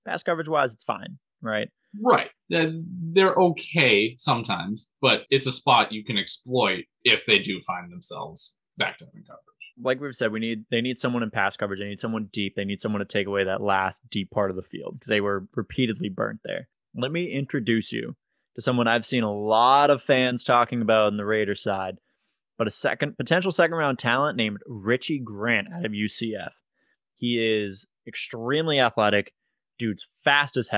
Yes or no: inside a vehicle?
no